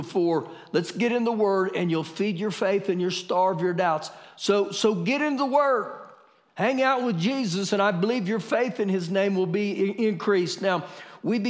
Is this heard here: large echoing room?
yes